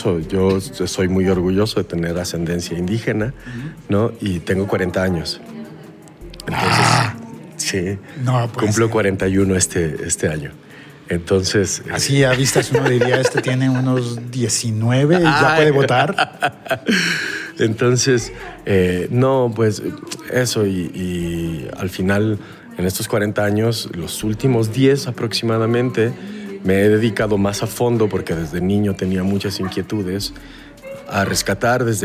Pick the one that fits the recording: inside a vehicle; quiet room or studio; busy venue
busy venue